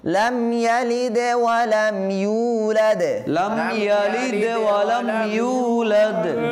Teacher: يلد ولم يولد يو একারেপ্ট না আছে না ওয়া মাদ্দা হয়েছে এবং দুইটা দালের মধ্যে কলকলা হবে